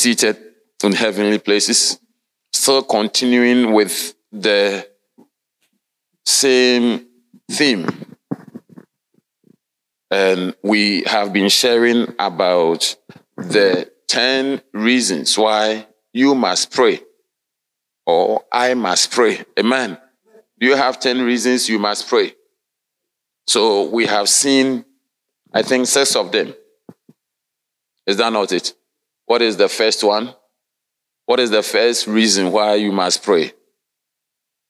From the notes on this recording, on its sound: Sermon delivered on Sunday, September 17, 2023, at LCI Mega-Church in Cape Town, South Africa.